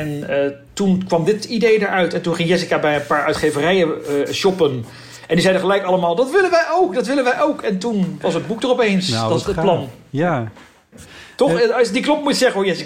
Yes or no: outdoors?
no